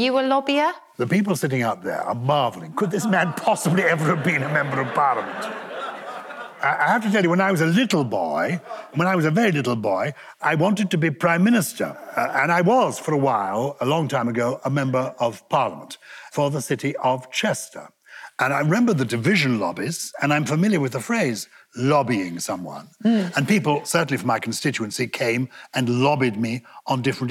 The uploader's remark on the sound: Recorded live at Chichester Festival Theatre. It’s the second instalment from our live show at the Chichester Festival Theatre. The 1000 strong crowd at Chichester. Questions from the live audience.